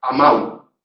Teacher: En algunos dialectos, especialmente en los más septentrionales peninsulares, eso provoca un cierre de la vocal final. Si la O, que es una vocal posterior, se cierra, ¿en qué se convierte? En U.